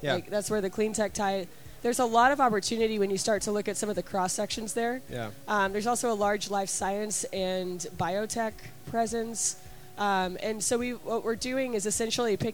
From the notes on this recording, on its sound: We hear a panel discussion that took place at the Established Lounge during SXSW with members from our partner for the event, Launch Tennessee.